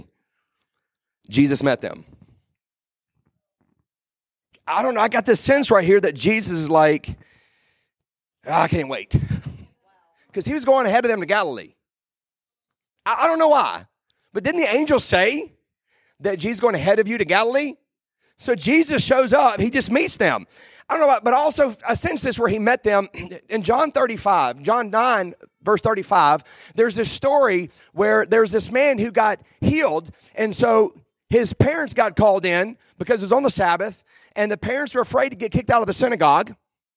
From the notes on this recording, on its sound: Today I preached a message at our church